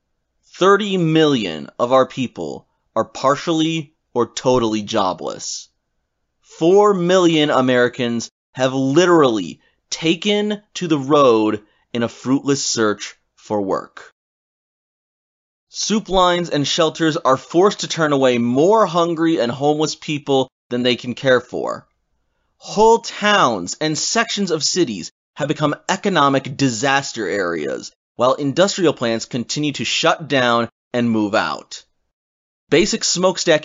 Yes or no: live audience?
no